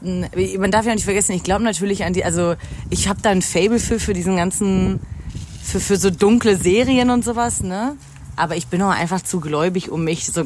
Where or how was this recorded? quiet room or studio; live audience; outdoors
outdoors